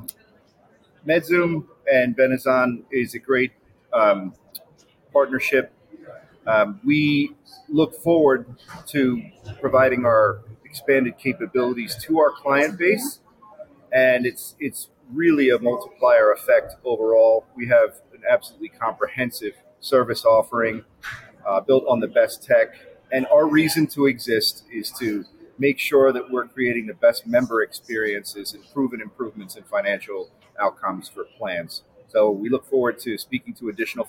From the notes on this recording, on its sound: Live at the SIIA 2022 Engage Conference